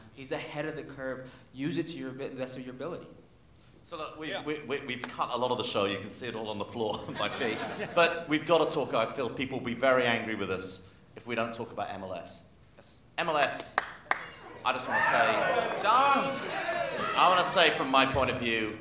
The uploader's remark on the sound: Live in NYC